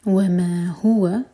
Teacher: هو دو سلیبل والا ورڈ ہا پر زور دیں گے